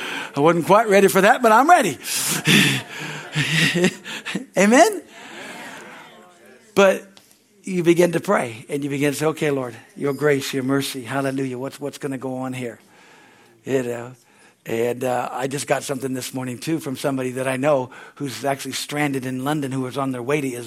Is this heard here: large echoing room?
yes